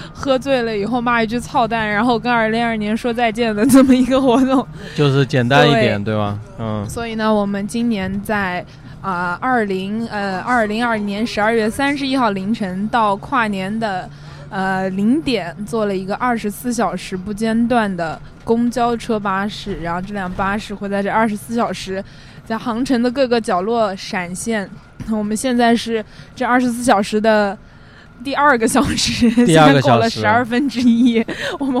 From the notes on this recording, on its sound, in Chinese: 2020年12月31日零点，酒嗝电台踏上了一辆没有目的地、所有人都可以随时上车下车，闪现24小时的喝酒巴士。从武林广场到滨江，从之江大桥到转塘，再从转塘到城西，酒嗝电台在公交车的颠簸中完成了本期节目录制。